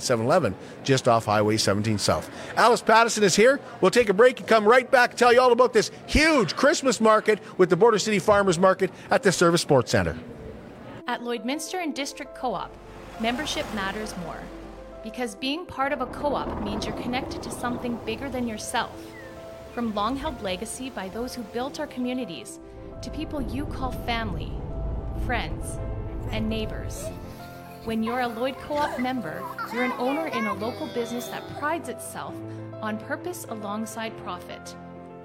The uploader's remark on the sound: go live from the Border City Farmers Market "Christmas Market" at the Servus Sports Center